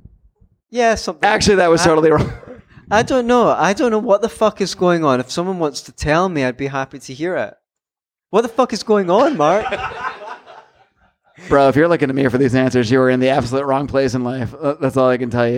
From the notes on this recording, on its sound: Recorded live at the Sayulita Superspreader in Sayulita, Mexico!